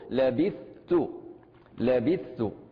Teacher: للإشارة إلى عدم إدغام الثاء في التاء، فنقول لبثت لبثت. · Term: الإظهار